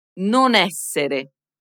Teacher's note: Soprattutto quando seguita da una vocale, le due parole si uniscono attraverso la N.